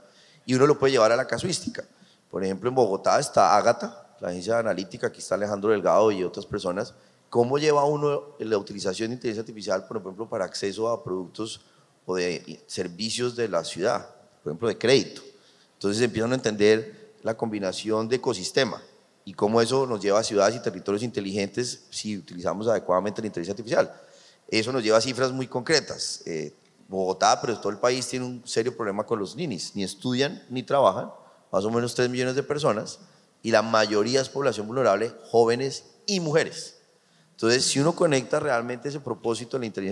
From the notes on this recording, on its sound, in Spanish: Este es un episodio grabado en vivo durante ANDICOM 2023 del panel "Sesgos de género en la era de la Inteligencia Artificial".